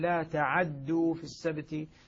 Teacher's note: بفتح العين وتثقيل الدال